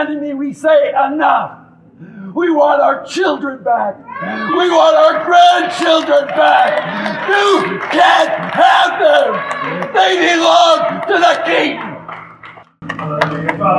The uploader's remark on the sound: This is raw audio from a service today. Unedited. I wasn't planning to record it.